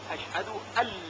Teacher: پس در نوشتن این جمله نون ساکن و لام نوشته میشن، ولی در تلفظ و خوندن اونها حرف نون اصلا خونده نمیشه و فقط لام با تشدید شنیده میشه، اشهد ال. یعنی در واقع مثل این هست که حرف نون داخل شده در حرف لام و حرف لام با تشدید خونده میشه. · Term: ادغام